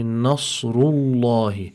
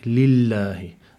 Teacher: because the letter that preceded it had a dhamma on it, that means we must apply emphasis, tafkheem, to this lam. · Shown in: first take